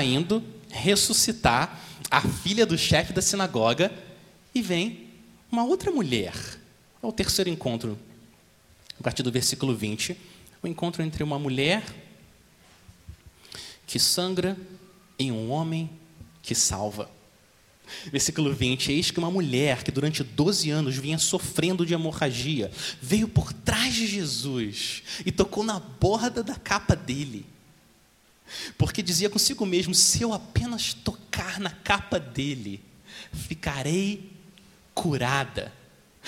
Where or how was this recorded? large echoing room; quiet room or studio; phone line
large echoing room